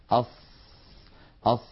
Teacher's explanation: من حروف الرخاوة لأن الصوت يمتد معها ويجري أص أص، يجري معها الصوت والنفس كلاهما.